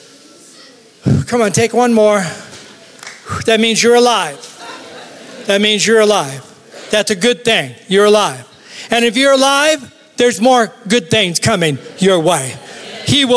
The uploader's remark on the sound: Recorded live at Capital Church in Meridian, Idaho